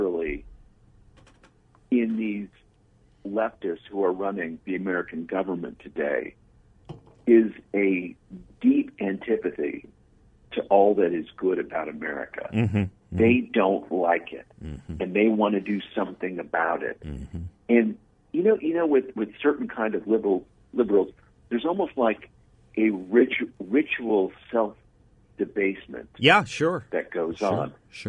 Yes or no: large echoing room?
no